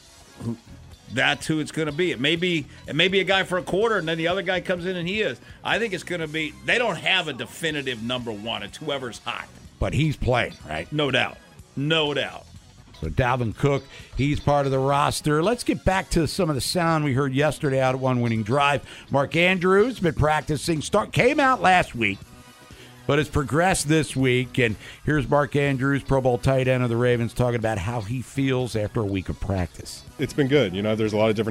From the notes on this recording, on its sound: Checks in live from Ravens practice. Calls in live from the castle.